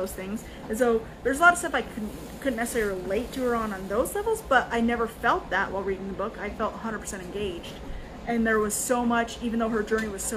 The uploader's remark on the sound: Instagram LIVE - RAW and Uncut